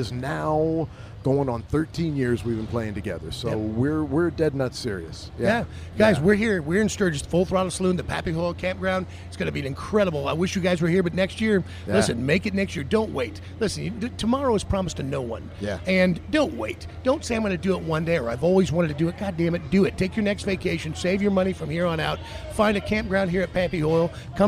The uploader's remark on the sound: LIVE FROM STURGIS